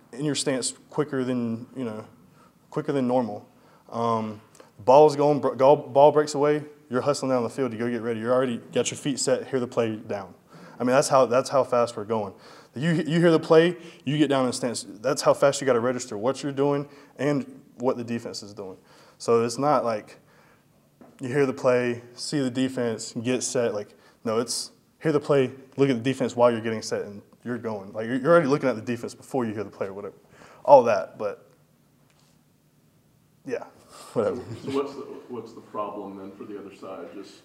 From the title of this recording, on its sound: full audio from Monday press conference